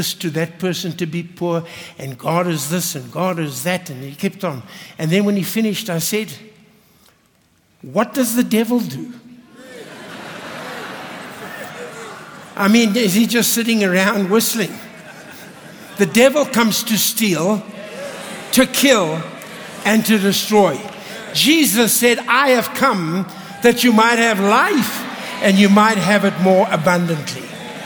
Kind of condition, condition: setting, large echoing room